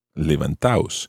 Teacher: you take out the D and levantados becomes levantaos